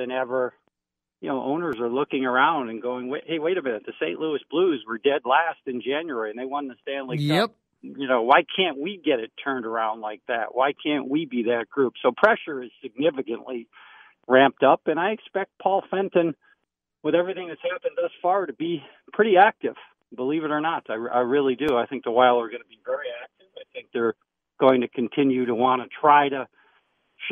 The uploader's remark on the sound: The guys take your phone calls and talk all things sports.